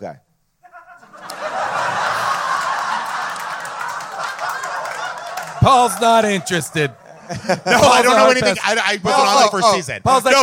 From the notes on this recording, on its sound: LIVE from Largo in Los Angeles